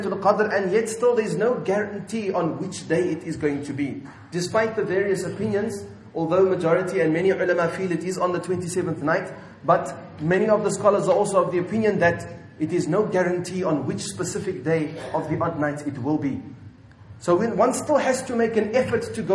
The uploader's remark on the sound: at Masjidul Jumuah Milnerton 9/8/19 for Jumuah